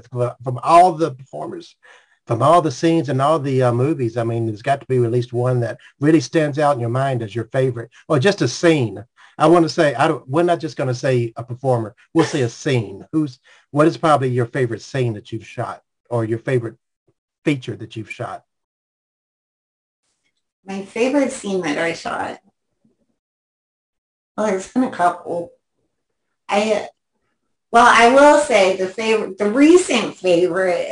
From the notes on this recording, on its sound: our 9/11/2022 Zoom Show